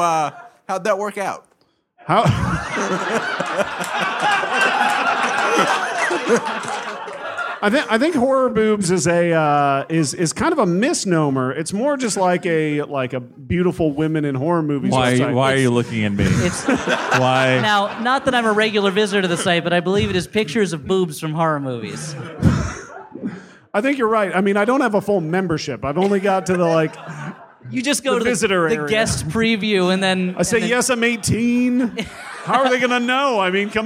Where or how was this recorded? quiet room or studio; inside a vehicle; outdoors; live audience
live audience